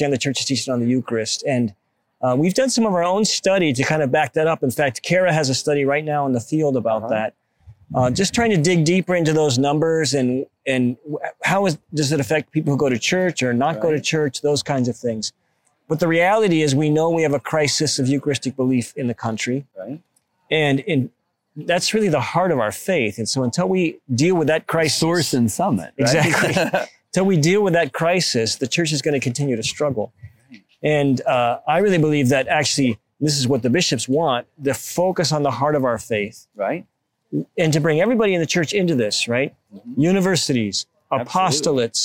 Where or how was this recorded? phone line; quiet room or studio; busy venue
busy venue